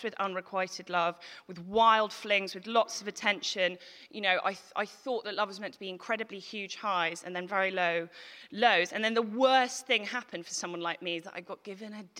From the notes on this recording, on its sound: Recorded at The Tabernacle on March 2018.